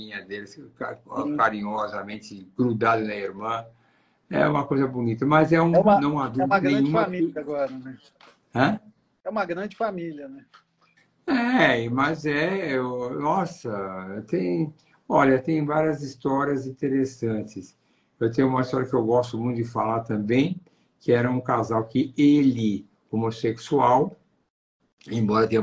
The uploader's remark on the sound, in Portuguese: Nesta Live realizada pelo Instagram